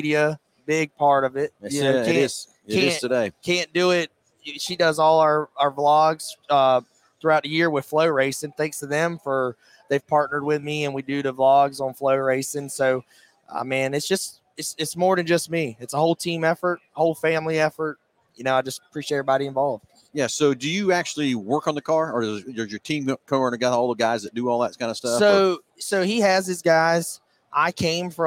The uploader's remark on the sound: Live from PRI Trade Show in Indianapolis, IN.